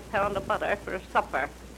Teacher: more people tend to say R's than used to, and she does not at the ends of words like butter · Term: R-less